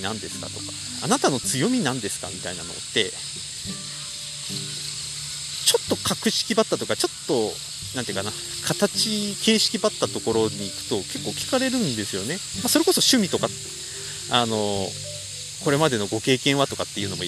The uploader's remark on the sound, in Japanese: 3月以来の富山にきております。久々の富山城公園を歩きながら話してみました。